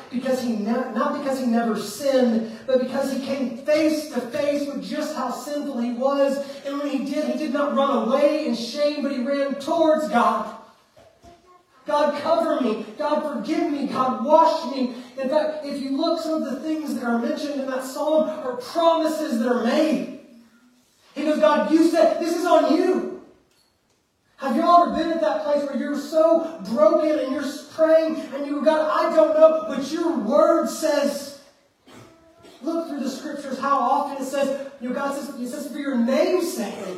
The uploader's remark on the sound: Preached at Fairview Church in Montgomery, Alabama on December 17th, 2023.